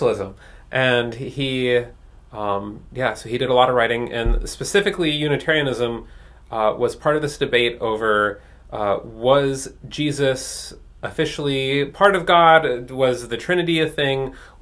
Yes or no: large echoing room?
no